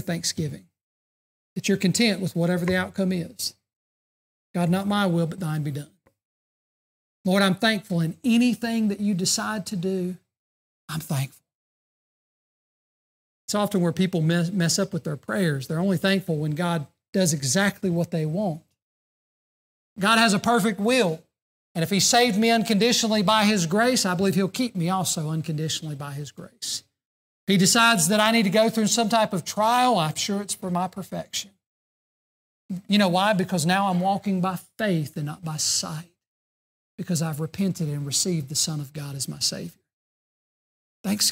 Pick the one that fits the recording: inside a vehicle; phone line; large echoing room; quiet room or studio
large echoing room